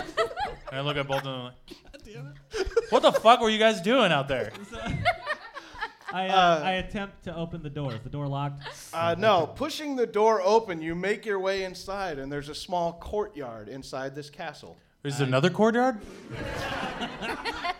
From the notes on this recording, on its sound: LIVE From The Whiskey Barrel. The very first live recording.